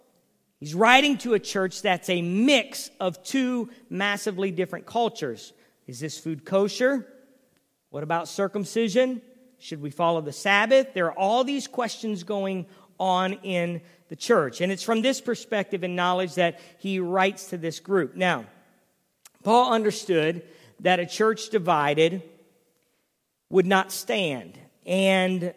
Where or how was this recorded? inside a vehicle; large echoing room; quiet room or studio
large echoing room